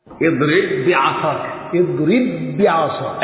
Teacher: ادغام الاول في الثاني والنطق كالثاني مشددا بوزن حرفين · Term: الادغام الكبير